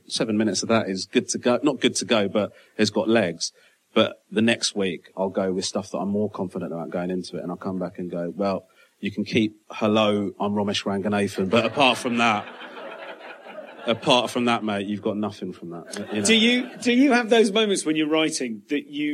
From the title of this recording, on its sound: Live at Soho Theatre